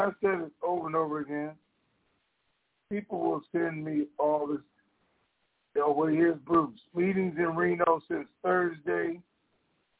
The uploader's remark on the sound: TNTSuperfantastic Conference Call